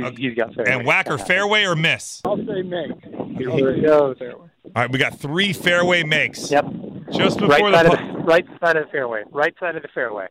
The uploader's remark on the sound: LIVE on the course at PGA National